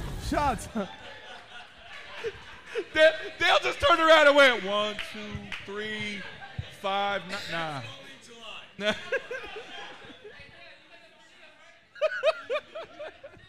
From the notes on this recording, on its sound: This episode was brought to you LIVE (2/21/23) from the World Famous Miami Improv ! This episode was brought to you LIVE (2/21/23) from the World Famous Miami Improv !